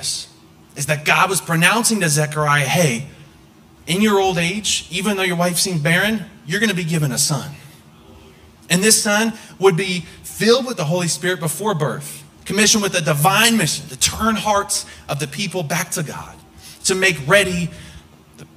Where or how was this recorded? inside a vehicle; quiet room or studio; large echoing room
large echoing room